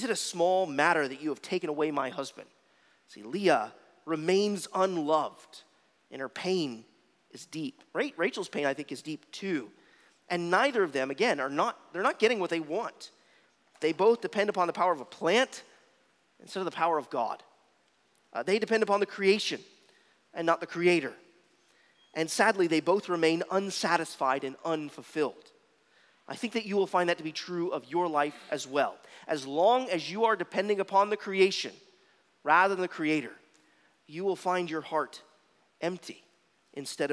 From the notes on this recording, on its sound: at Arlington Baptist Church in Arlington, Virginia